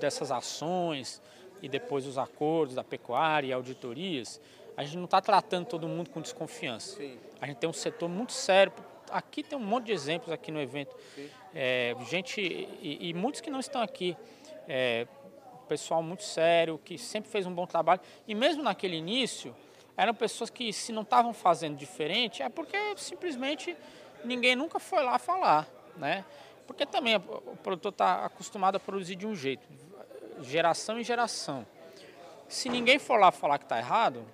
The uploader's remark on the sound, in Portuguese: gravado durante o “Diálogos Boi na Linha”, promovido em Marabá, pelo Instituto Imaflora